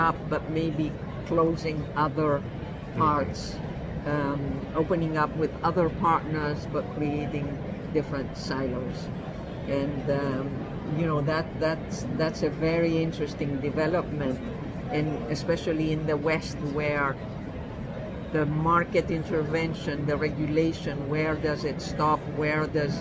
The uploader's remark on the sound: at the First physical Fintech event in Amerstdam Money2020